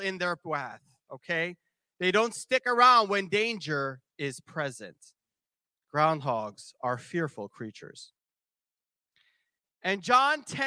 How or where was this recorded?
large echoing room